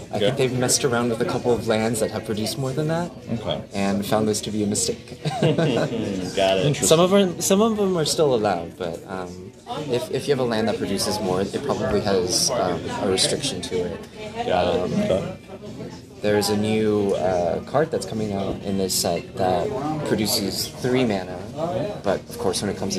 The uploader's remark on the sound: Live at Doc's Comics and Games